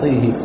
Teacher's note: قرأ أبو بكر وحمزة والكسائي طه بطيها بإمام طيه بإمالة فتحة الطاء والهاء الطاء والهاء طيه.